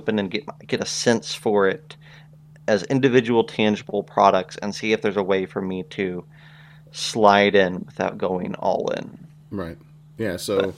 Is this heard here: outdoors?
no